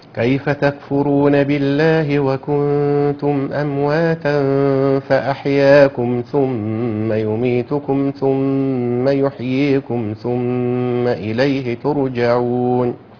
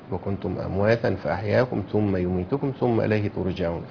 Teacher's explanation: مفيش حاجة غير السكت، يبقى مرة بدون سكت ومرة مع السكت